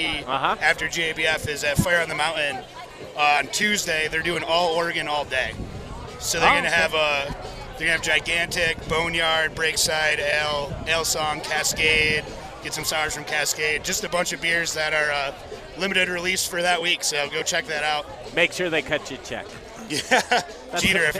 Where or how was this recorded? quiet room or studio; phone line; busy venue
busy venue